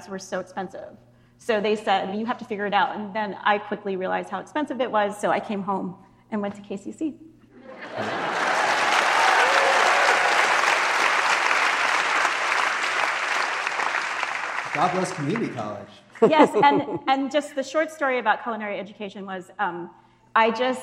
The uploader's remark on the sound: We took the show on the road for a live event at the Hawaii Theatre Center in Honolulu.